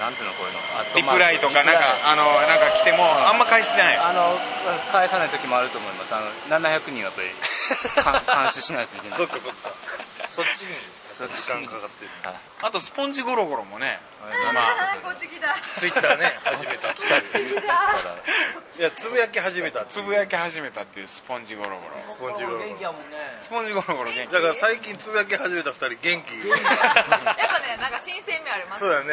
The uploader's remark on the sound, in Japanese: 今週は「月とスイートスポット」栗東公演が行われる劇場さきらからの帰り道に収録。